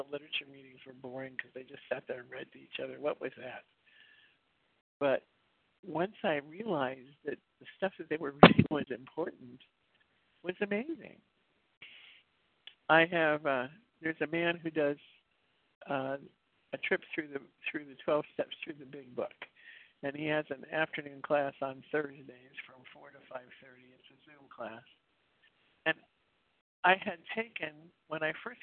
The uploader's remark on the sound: 100 Pounders Phone Meeting